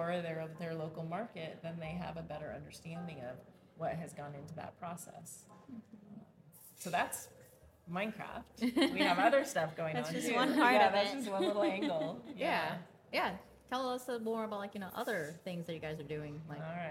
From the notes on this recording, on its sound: hosted LIVE from the EsportsNext 2023 conference